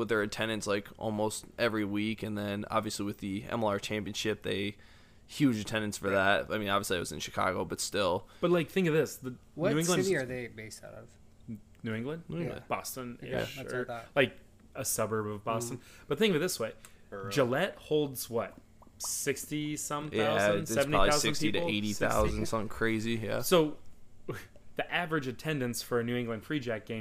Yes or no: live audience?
no